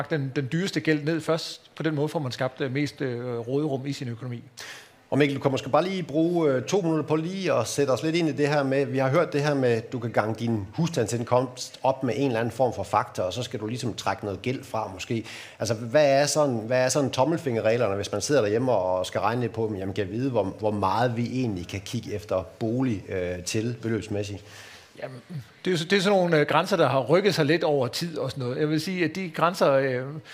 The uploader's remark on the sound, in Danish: Undervejs besvarer boligøkonomen også på spørgsmål fra publikum. Udsendelsen er optaget under Aarhus Festuge, hvor Jyske Bank LIVE havde indrettet åbent tv-studie på Strøget, Søndergade 5.